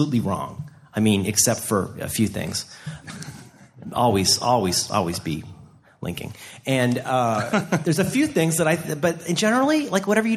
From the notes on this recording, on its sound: Blogging Panel at SxSW. Presented a talk at South by Southwest Interactive.